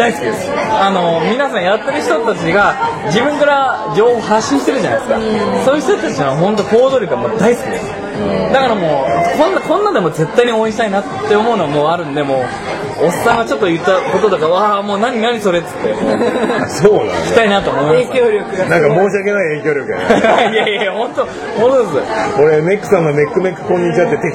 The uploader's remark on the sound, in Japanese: 品川飲み会2次会編。2次会開催そして収録。